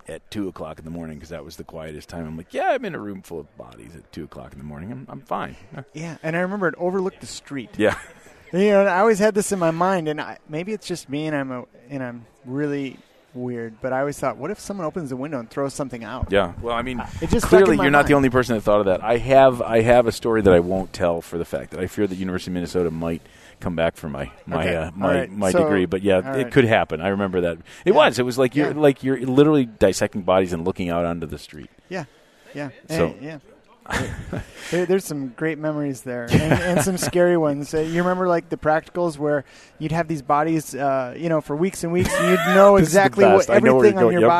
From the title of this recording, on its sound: live from Voices of Dentistry